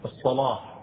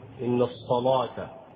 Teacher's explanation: فإنه يغلظ اللامات أو يفخم اللامات في غير لفظ الجلالة، مثل أن يكون اللام مسبوقا لحرف من حروف الإطباق الصاد بهذه الحروف الصاد والطاء والضاء، إذا كان الحرف مسبوقا لأحد هذه الأحرف الثلاثة فإنه يغلظ اللام.